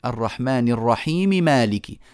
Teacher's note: الياء مديتها كم حركه حركتين فقط